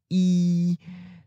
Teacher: a closed vowel, which is where your tongue is very close to the roof of your mouth